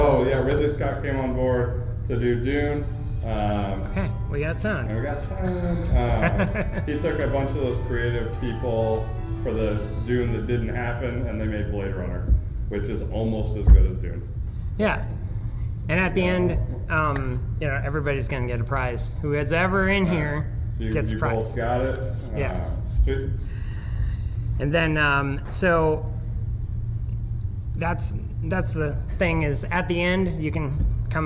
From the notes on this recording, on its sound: Panel at Planet Comic Con.